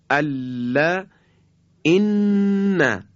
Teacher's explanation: و اما مخرج دهم حرف نون. این حرف از تماس نوک زبان با بخش عقب لثه مثلاً دندانهای صنایعی بالا هست، کمی جلوتر از مخرج لام میشه در حقیقت.